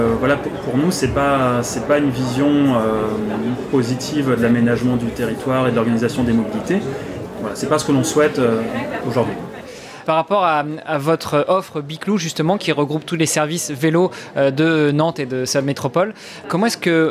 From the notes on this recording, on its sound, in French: Cette interview s'est déroulée dans une ambiance de brasserie comme vous pouvez l'entendre en toile de fond. Elle a été enregistrée réalisée lors des Rencontres de Vélo & Territoires 2022.